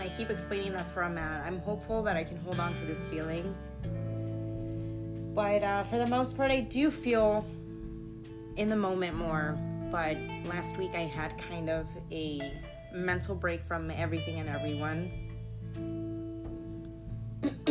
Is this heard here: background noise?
yes